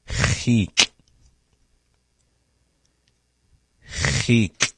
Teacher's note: We begin with our cha sound, cha, followed by e, our vowel e, and ending on the glottal stop